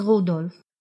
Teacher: Заметьте, имя Рудольф произносится с ударением на первом слоге.